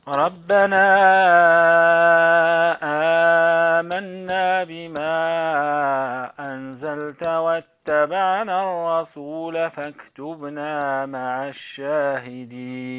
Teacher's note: والغنن عندك يا أخي الحبيب قصيرة بعض الشيء، تحتاج إلى أن تطول الغنن